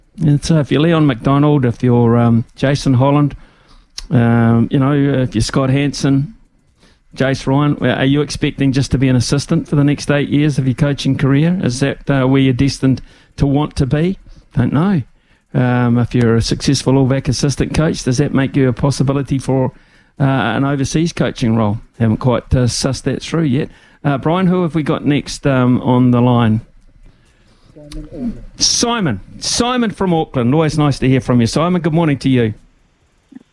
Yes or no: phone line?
yes